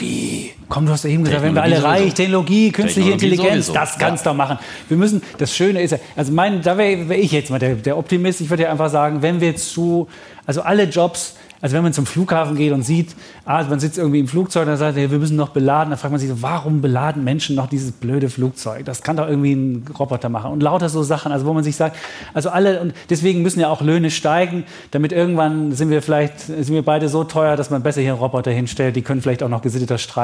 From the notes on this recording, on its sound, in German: Vor Publikum im historischen Journalistenclub.